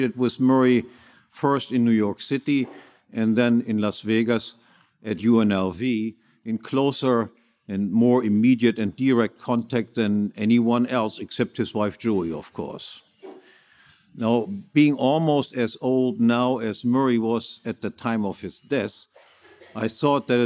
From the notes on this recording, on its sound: Keynote speech, Mises Institute 35th Anniversary Gala